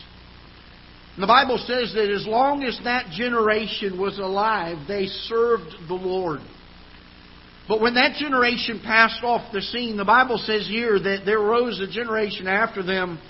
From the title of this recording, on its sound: Ketha Heights Baptist Church ~ Live Broadcast